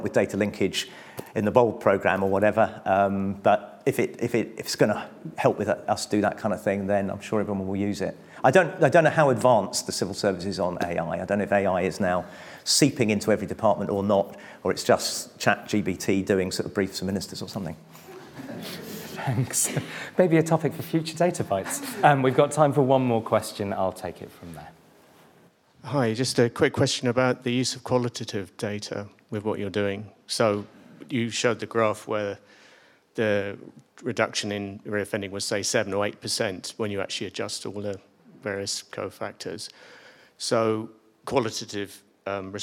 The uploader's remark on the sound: Our latest event, the 40th in our series, was a justice special, where the speakers presented their work in an exciting, quickfire format. Each speaker had eight minutes, followed by eight minutes of questions from the audience.